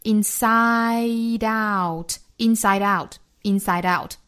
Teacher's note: 第一个元音都是啊的口型一定要上下开口度最大到位之后再去过渡到第二个元音 · Term: 双元音